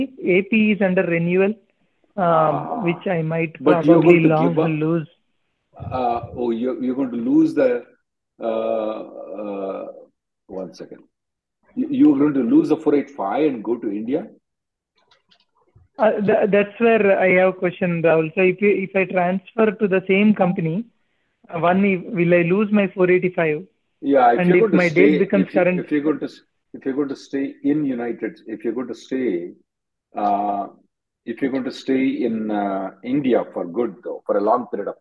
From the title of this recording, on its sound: Conference Call Aug 30th 2023